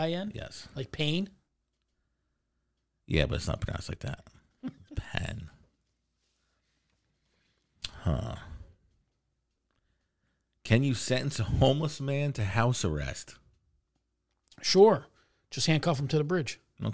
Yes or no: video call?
no